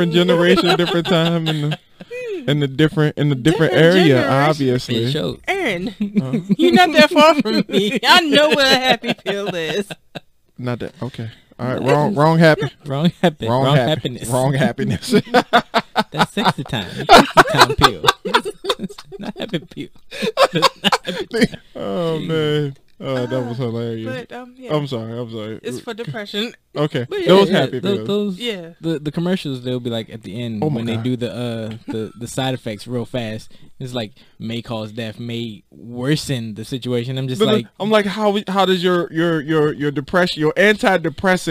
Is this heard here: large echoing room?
no